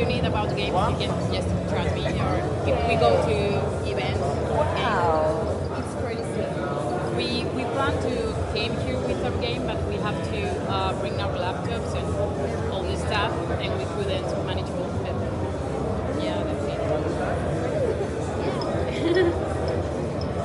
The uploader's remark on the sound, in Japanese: 海外ゲームショー遠征スロバキア編。GameDays2日目。会場のライブ収録のため、雑音が多く音声が聞こえにくい箇所が多々あります。